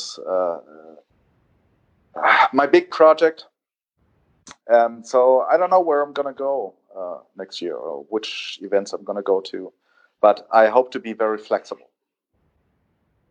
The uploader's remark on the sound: A return to Spanish speaking countries and low quality audio! Phones in from Mallorca.